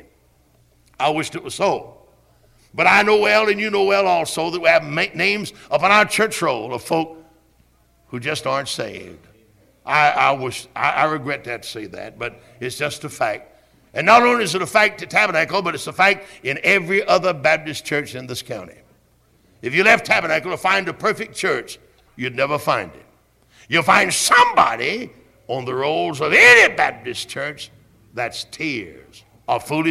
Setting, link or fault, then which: setting, large echoing room